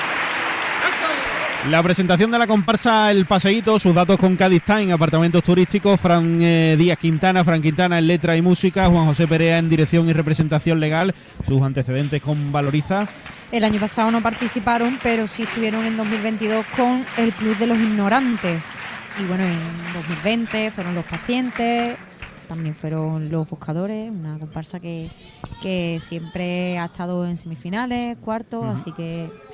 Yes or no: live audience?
yes